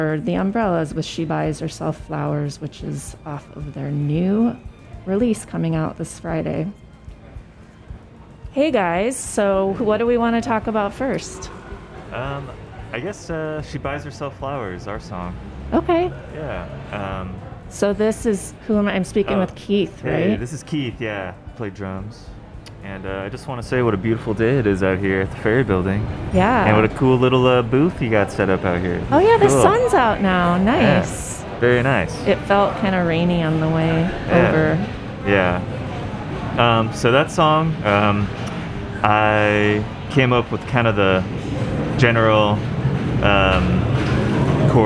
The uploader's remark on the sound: Live at The Ferry Building